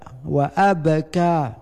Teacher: Ba di sini bukan be, bukan bu, bukan bi, tetapi di sini ab mendekati ba, mau baca ba tetapi tidak sampai kepada ba karena dia mati. Karena sebelumnya baris alif baris di atas, kemudian kah baris di atas. · Term: qalqalah